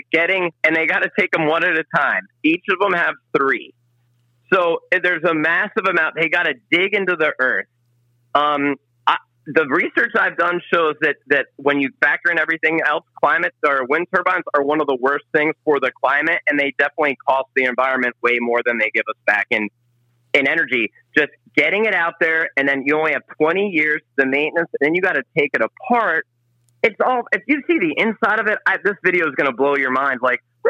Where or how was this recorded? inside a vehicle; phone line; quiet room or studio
phone line